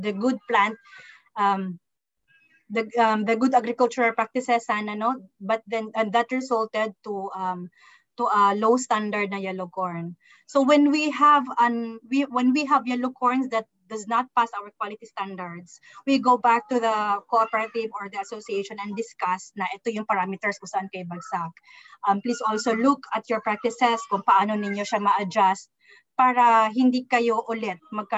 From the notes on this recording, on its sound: In this webinar